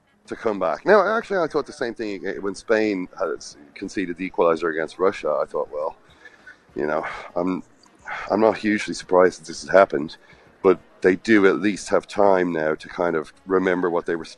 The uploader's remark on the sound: live from the cobblestones outside a boiling hot Samara Airport